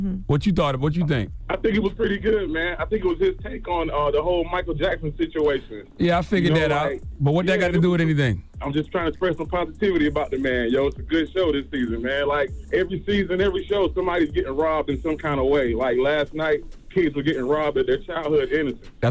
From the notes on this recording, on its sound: We opened up the phone lines.